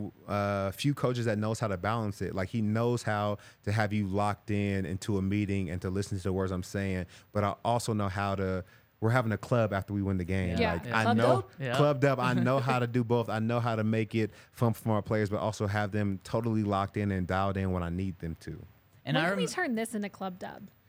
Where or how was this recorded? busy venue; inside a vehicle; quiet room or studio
busy venue